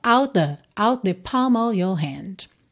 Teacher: Out com the se junta num som só.